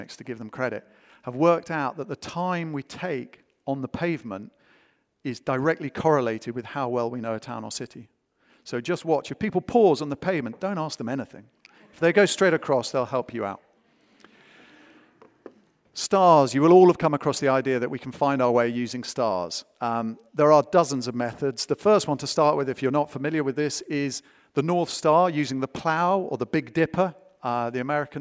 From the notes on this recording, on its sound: Recorded live at the Tabernacle in London's Notting Hill on 23rd September 2019.